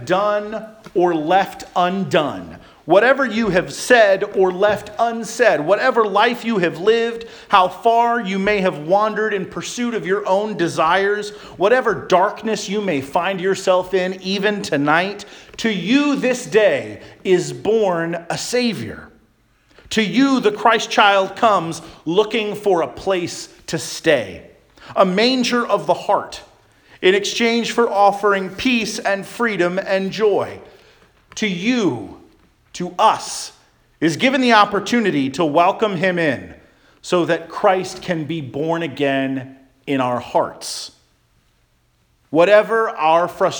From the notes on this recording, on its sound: Charles Anglican Cathedral, Bremerton, WA.